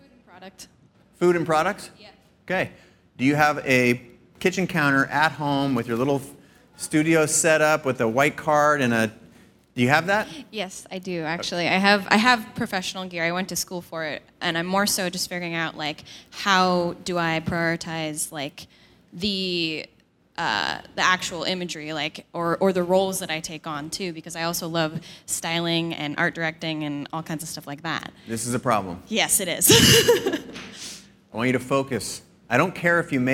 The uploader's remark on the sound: This week’s episode is my keynote from CreativeLive’s PhotoWeek. On stage, I sit down with four brave volunteers.